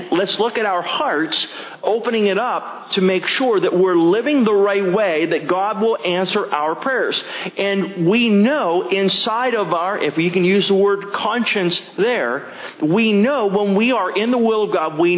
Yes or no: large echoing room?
yes